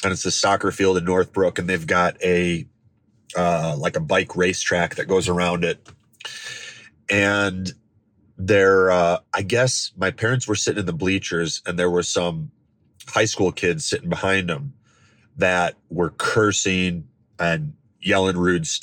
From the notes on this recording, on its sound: I recorded this, sitting in my truck, in the parking lot of the hospital about an hour after my dad passed away.